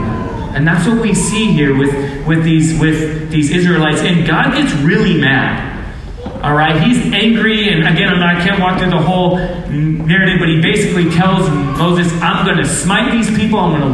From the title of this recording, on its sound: low-quality audio